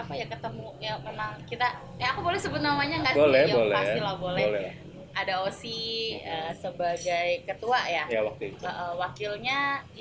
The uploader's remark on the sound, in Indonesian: Mohon maaf untuk materi podcast yang lebih bising dari biasanya, karena proses rekaman yang dilakukan di luar ruangan.